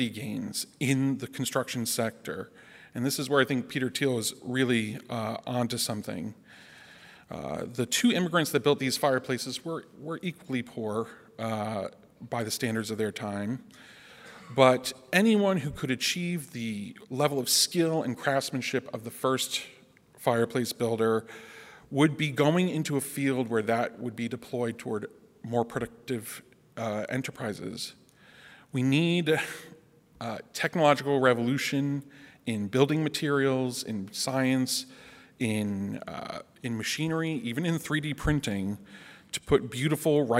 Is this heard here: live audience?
yes